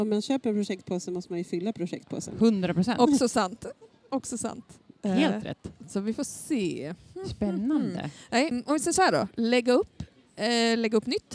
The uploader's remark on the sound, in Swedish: I avsnitt 20 träffar vi stickpoddskändisar som besöker "Sy och hantverksfestivalen" i Stockholm.